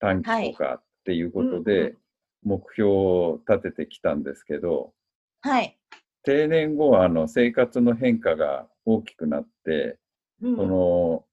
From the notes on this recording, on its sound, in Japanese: 今回もZOOM収録でお届けです